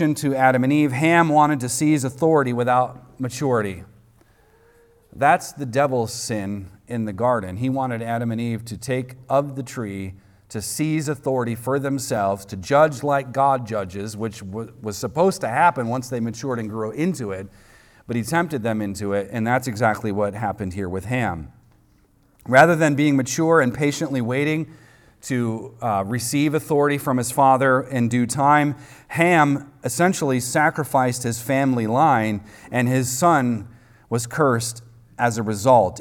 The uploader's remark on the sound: recorded on Sunday, April 23rd, 2023, at the weekly worship gathering of Cross & Crown Church.